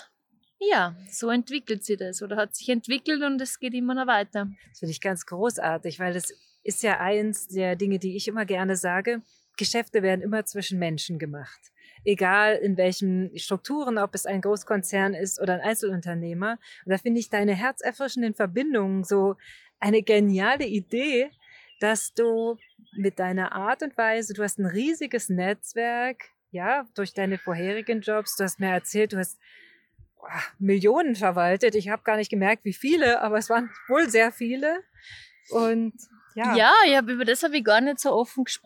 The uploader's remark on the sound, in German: wurde dieses Wunder-Interview aufgezeichnet - mitten auf einer Parkbank in Einsiedeln in der Schwyz